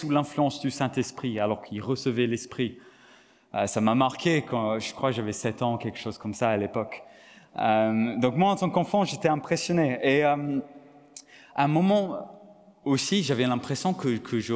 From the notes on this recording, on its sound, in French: Enregistré à l'église CVV, le 18/09/2022